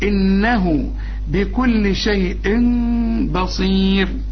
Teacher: يبقى اذا مش هقفل شفايفي، ما كز الشفايفي، هقول انه بكل شيء بصير، شيء ب، ما تقولش شيء ام ولا تقول شيء ان، لا هي ميم خالصه ولا نون خالصه